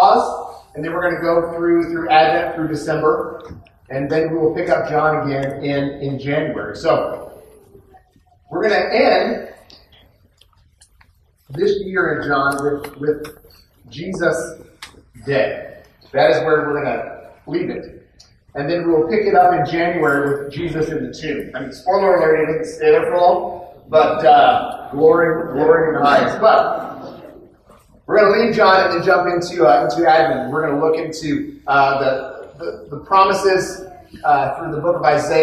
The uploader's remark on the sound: poor audio quality